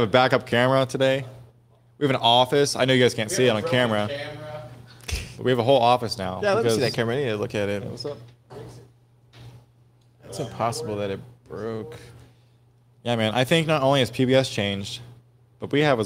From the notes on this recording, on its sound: Pleb Broadcasting Service was broadcasted from Austin, Texas on September 23rd, 2022 in front of a live Pleb audience.